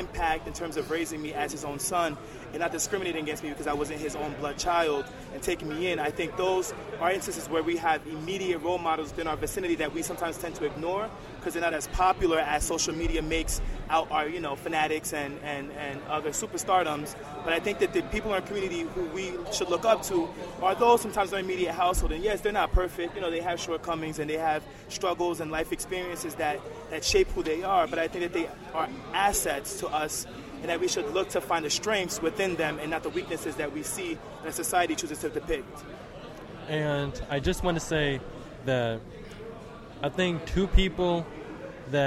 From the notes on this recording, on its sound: live at the Men of Color Summit at SUNY Fredonia in Fredonia, New York